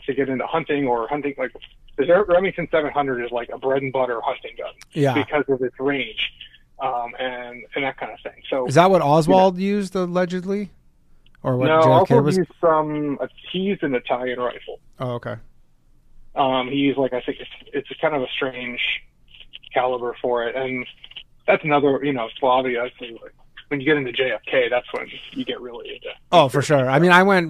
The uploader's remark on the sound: The bad advice question/call in show.